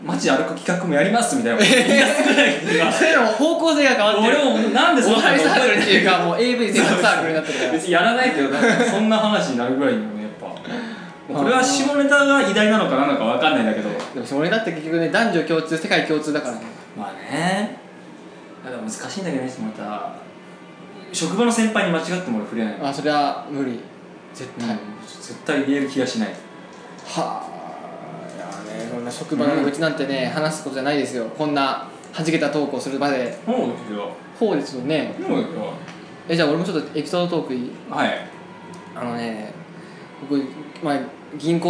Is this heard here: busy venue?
yes